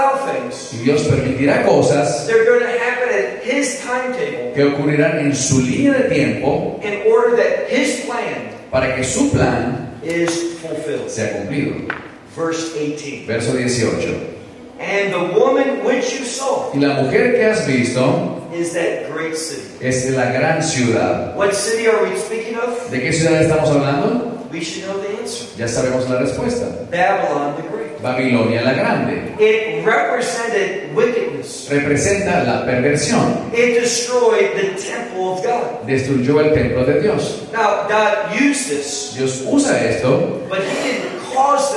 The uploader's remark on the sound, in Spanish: Pedimos disculpas por la calidad de sonido de esta conferencia en VIVO, lo cual fue una cuestión ajena a nuestro Ministerio.